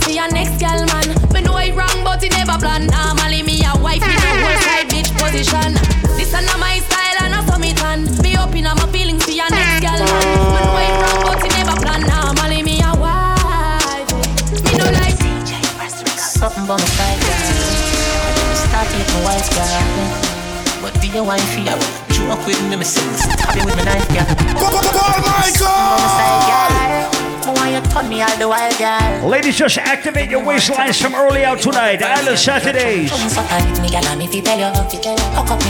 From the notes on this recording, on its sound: LIVE AUDIO. Audio recording of my set at Island Saturdays.